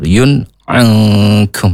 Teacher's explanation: dhammatain bertemu dengan huruf ain, namanya bacaan izharu halqi. Izharu jelas, ya.